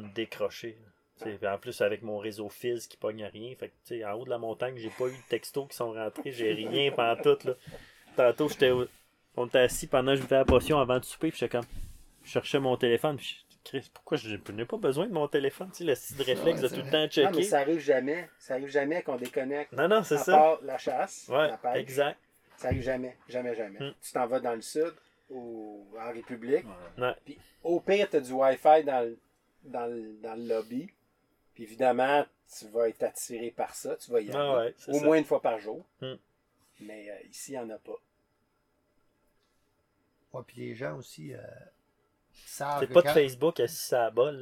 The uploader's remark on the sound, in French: Le soir d’une journée où ils ont abattu un orignal, en Gaspésie. Ça s’est produit une journée de forte tempête de pluie, en septembre 2020, et le bruit de fond que vous entendez à l’occasion est la pluie et le vent qui souffle sur la tente d’explorateur, dans laquelle ils ont séjourné, à la merci des éléments, au fond de la forêt québécoise.